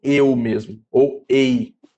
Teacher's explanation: o epsilon, quando ele está conectado com o iota ou com o y, então ele forma um ditongo e aí ele perde esse som aberto e recebe o som fechado